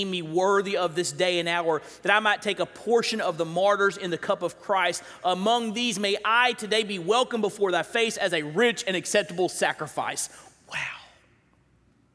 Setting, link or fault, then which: setting, large echoing room